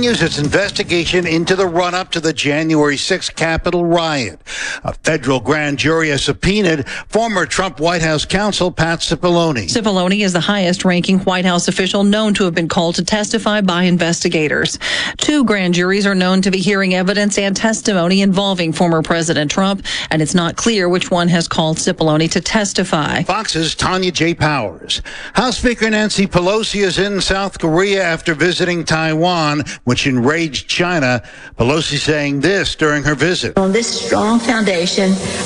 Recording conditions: busy venue